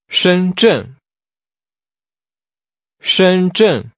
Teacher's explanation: Using high level and falling tones